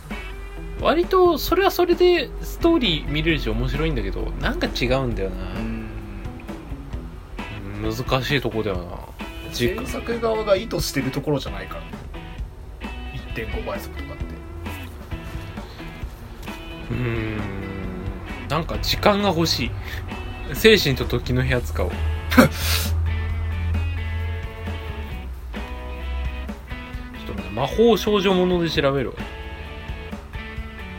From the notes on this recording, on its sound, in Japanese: 今回も午前収録だけど大丈夫！？録音機材：iPhone7。